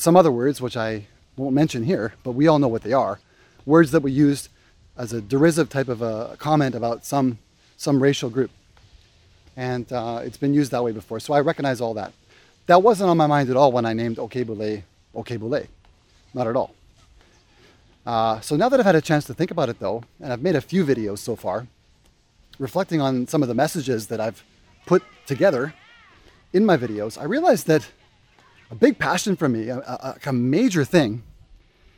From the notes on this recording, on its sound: Walk and talk